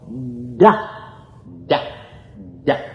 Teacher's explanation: se prononce en donnant du bout de la langue au-dessus des dents d'en haut · Term: La consonne D